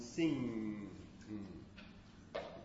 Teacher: They're made with complete, as it says here, oral closure. Air moves through our nose, and that's because the velum is lowered · Term: nasals